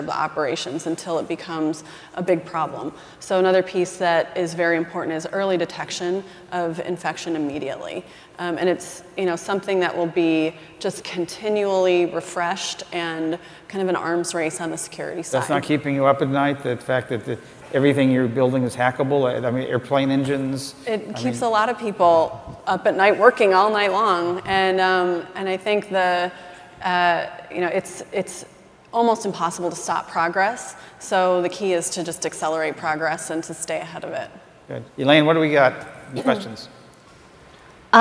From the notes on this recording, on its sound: The best of live interviews from GreenBiz events.